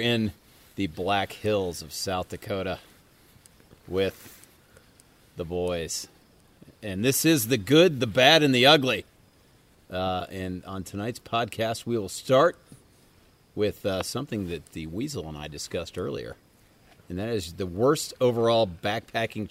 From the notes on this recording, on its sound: Recorded live in the Black Hills of South Dakota. I sit "lantern-side" in the backcountry with long-time hiking friends.